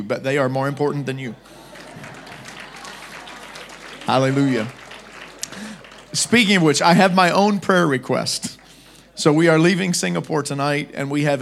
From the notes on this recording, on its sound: Preached at Deep Calleth Deep Conference 23, 6 December Morning Service.